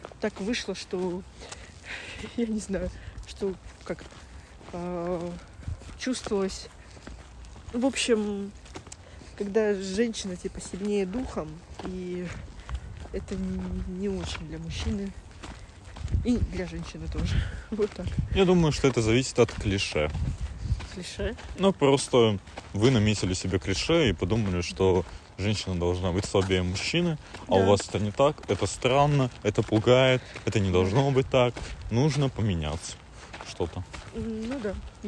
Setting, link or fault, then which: setting, outdoors